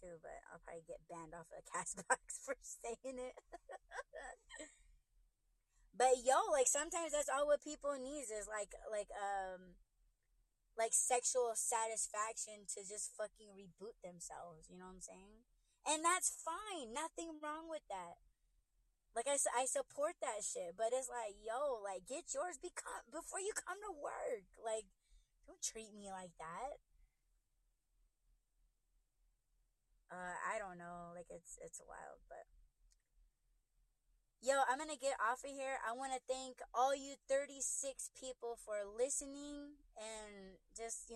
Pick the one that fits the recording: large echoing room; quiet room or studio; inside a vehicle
inside a vehicle